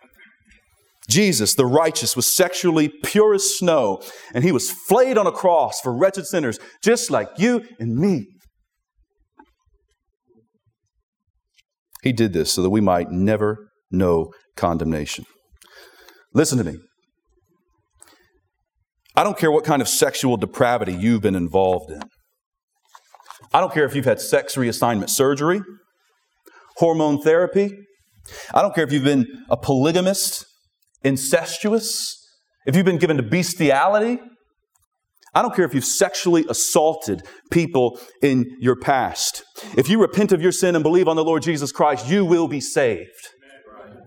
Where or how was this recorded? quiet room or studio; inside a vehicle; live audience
live audience